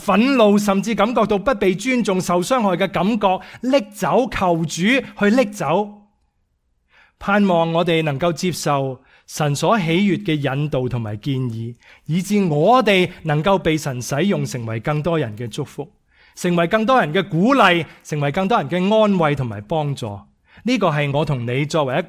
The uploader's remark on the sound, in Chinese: 講道錄音